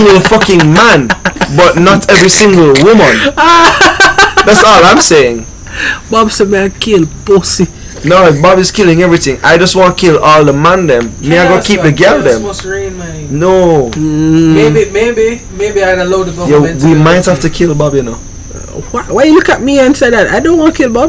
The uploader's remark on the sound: I left the Mics a little loud this week, adjust your volumes lol.